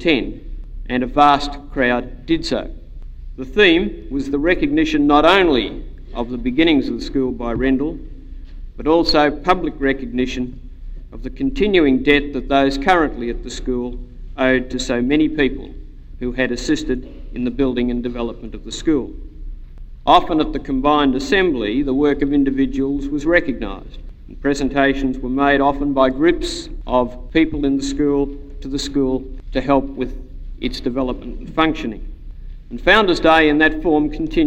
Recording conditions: large echoing room